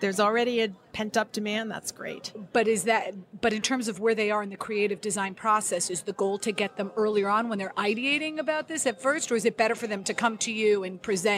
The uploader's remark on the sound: on location at TexWorld USA in New York